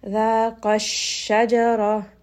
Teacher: you can hear that I'm raising the voice just a little bit, that the volume of the voice is being raised. And this is known as نَبَر، meaning that you are applying a little bit of pressure, you are applying a little bit more emphasis on this word.